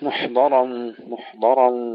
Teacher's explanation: نحافظ على تفخيم الراء، وإذا وقفنا أيضا محضرا نفخم الراء وننتبه إلى الألف أن نمدها حركتين